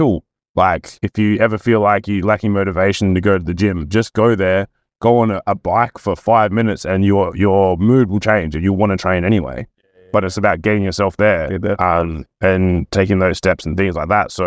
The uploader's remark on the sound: Coaching in the Car